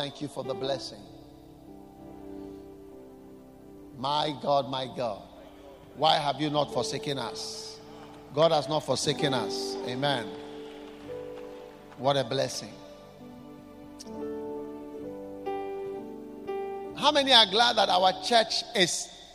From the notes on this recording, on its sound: Preached at The Qodesh.